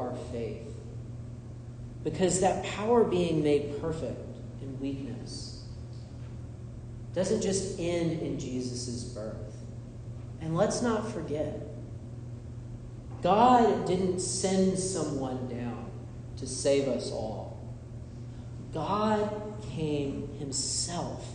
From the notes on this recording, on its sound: This is a sermon I delivered at Holy Comforter Episcopal Church in Drexel Hill, PA.